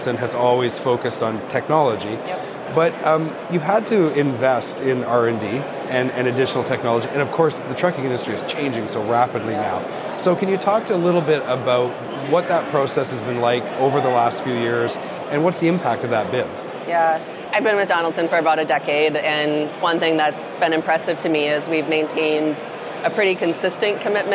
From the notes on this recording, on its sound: Live at HDAW 23. We are at HDAW 23.